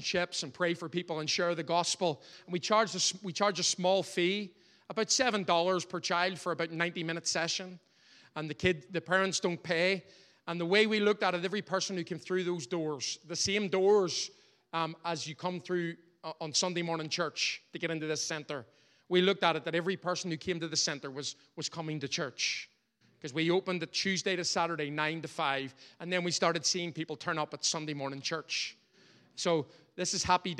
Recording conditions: large echoing room